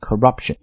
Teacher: corruption 重音呢落在 rup 上面啊